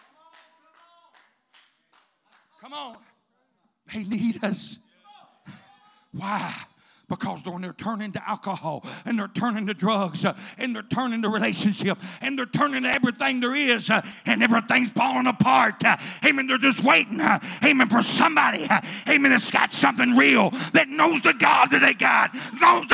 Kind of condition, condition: setting, large echoing room